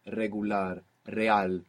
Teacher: An initial R, like in regular, in most Spanish dialects, it's a rolling R. You get this flick of the tongue.